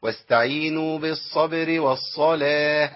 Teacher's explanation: بالصبر أيوة والصلاة، يبقى الراء عندي مرققة تمام، والباء مرققة والراء مرققة والواو مرققة، وجيب بعد كده صاد مفخمة